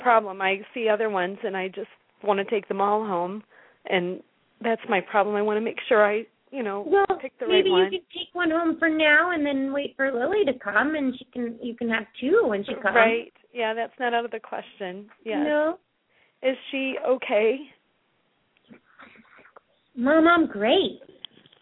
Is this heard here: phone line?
yes